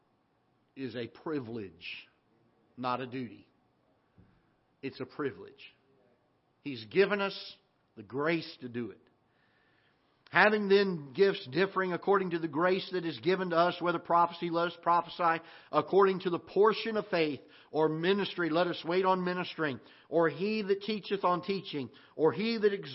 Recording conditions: large echoing room